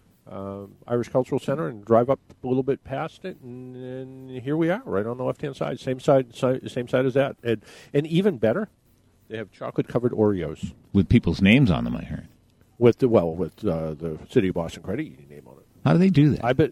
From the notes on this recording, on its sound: In this episode we are broadcasting live from the Canton branch of the City of Boston Credit Union.